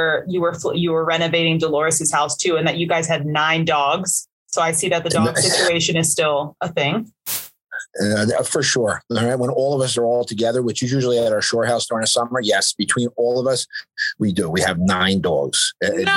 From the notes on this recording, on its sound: joined us in the BMB Zoom Room!